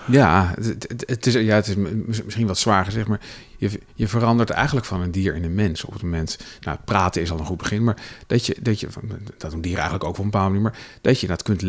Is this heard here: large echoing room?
no